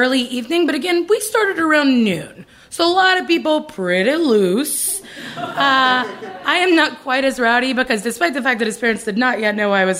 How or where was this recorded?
live audience